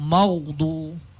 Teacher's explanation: Ma itu kan hurufnya adalah nipis. Maksudnya sebutan dia tu, mim tu kena nipis. Jangan disebabkan gha yang mati itu kita terikut-ikut untuk menebalkan huruf tersebut.